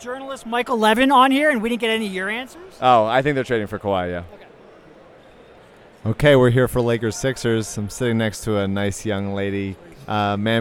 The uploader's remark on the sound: Went to Summer League and recorded almost the entire thing.